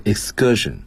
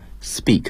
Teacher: k 要转成 g，轻辅音浊化